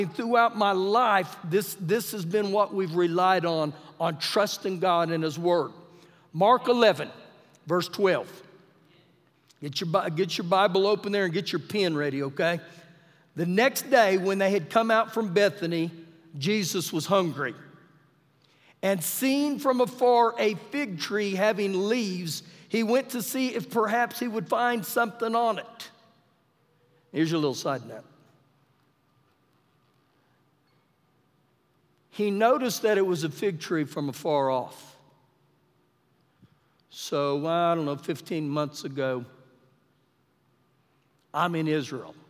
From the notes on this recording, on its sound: Recorded live during our Wednesday night service